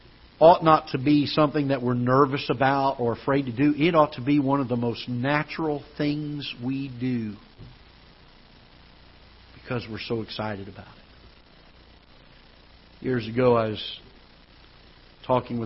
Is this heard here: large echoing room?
yes